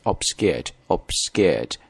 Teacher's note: 因为 s 后面的这个 k 这个 c 音它是不送气的，所以听上去呢有点像这个 g 这个声音